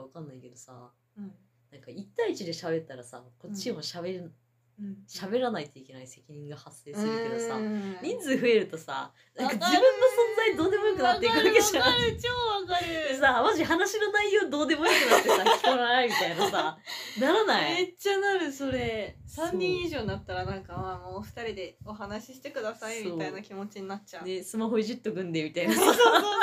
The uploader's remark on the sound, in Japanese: 食べながら飲みながらの雑音多めの雑談回！うるさかったらめんごです。